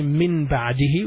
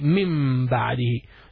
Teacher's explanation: And whenever there is من and با، مم، we pronounce it مم. So it's not pronounced as a noon here because there is a ba after that. · Shown in: second take